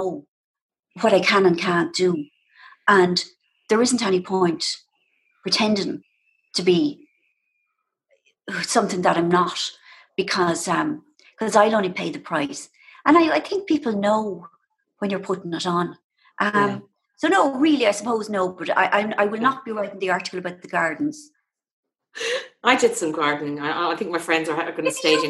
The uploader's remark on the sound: This episode is the live recording taken from the first ever Zoom event for The Women's Podcast. On Zoom for a virtual get-together.